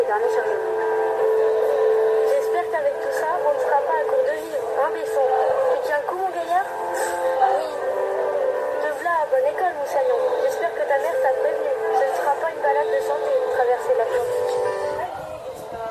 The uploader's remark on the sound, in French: le micro-trottoir des sixièmes